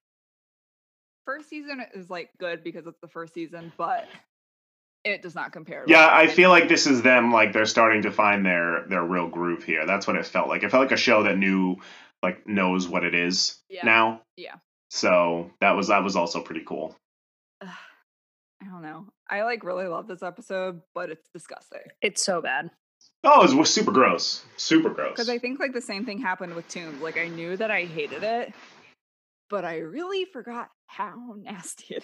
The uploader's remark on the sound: WARNING: We're sorry about the audio quality!! We tried to record through Zoom for the first time, and let's just say, we're never doing it again!!